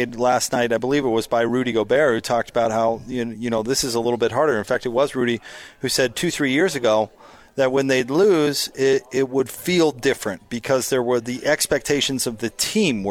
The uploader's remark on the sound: LIVE from Metro by T-Mobile